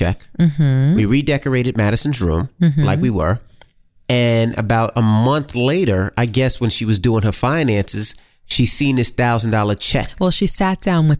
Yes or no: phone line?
no